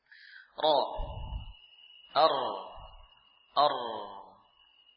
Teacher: Ujung lidah sama punggungnya tempelkan pada gusi.